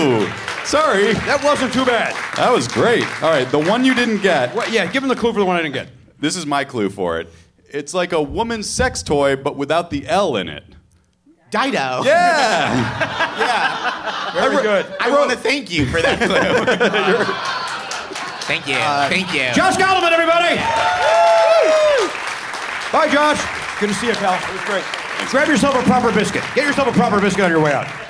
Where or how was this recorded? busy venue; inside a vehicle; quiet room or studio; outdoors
busy venue